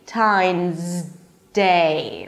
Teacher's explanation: Your tongue is already up there, so don't bring it back down. Move from the Z to the D immediately.